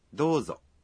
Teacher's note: kéo dài nguyên âm ô trong phần do một nhịp